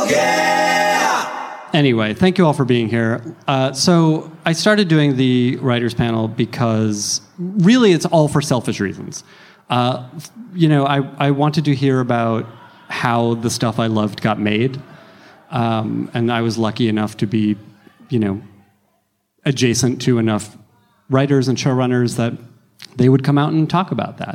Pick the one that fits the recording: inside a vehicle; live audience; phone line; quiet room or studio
live audience